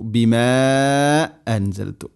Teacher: അടുത്തായത് വആമിനു ബിമാ അൻസൽതു, ബിമാ അൻസൽതു, മദ് മുൻഫസിൽ, മദ്ദിൻ്റെ അക്ഷരമായ അലിഫിന് ശേഷം ഹംസ അടുത്ത പദത്തിൽ. ഇനി അൻസൽതു ഇഖ്ഫാ ബിഗുന്ന, നൂനിനെ അവ്യക്തമാക്കി മണിക്കണം